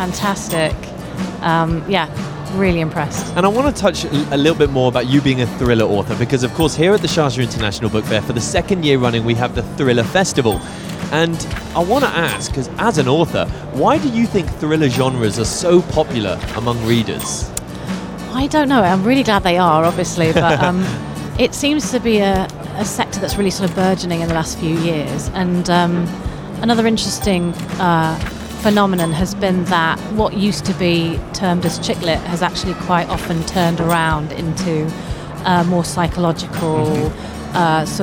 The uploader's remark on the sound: Live from SIBF 2023. The 42nd edition of the Sharjah International Book Fair.